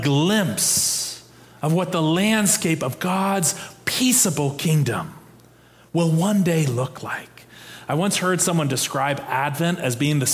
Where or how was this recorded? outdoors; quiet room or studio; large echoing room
large echoing room